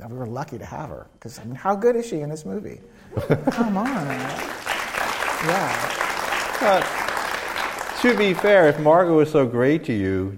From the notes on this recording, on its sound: Before a live audience at UCSB.